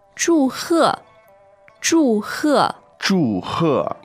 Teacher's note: Now, two fourth tones there.